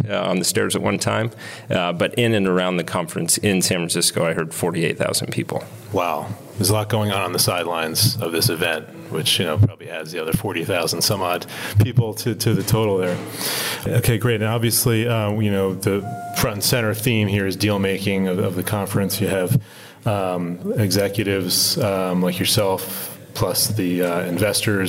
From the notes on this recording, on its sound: recorded at JPM in San Francisco